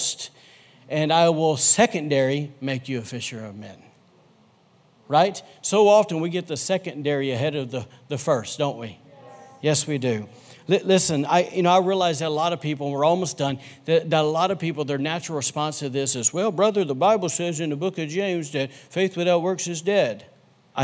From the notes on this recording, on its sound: recorded on Sunday, February 23, 2020, during service at The Anchor Church in Rockport, Maine